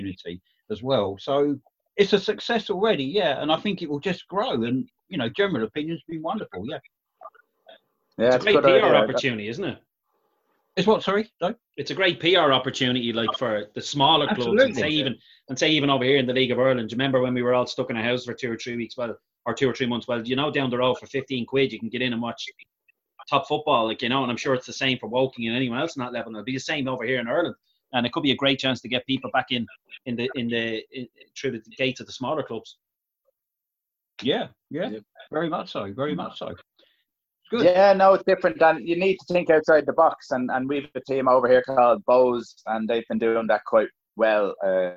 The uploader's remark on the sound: Zoom Show